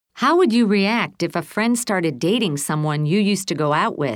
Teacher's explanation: Notice how the intonation falls and then rises to show the question is not finished and then falls at the end. · Term: Intonation in long questions